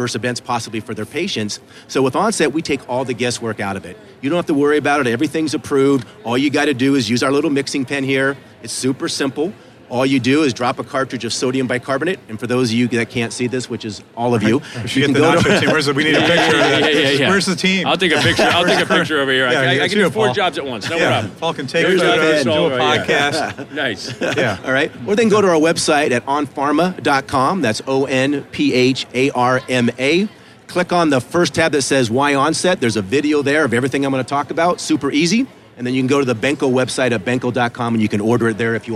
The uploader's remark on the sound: Live from the Benco booth at the GNYDM 2019